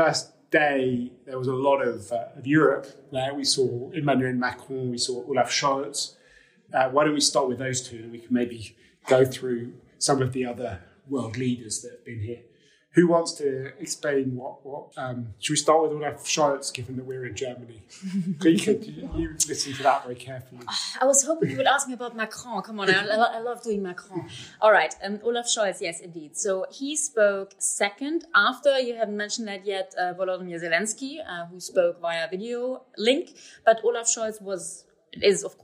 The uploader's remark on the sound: Live from the Munich Security Conference